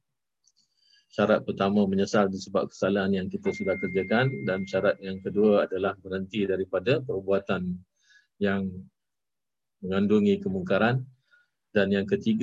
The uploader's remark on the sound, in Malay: Kelas Sabtu (Masjid Hasanah). Rakaman zoom pada setiap Sabtu 5 ptg (waktu Singapura).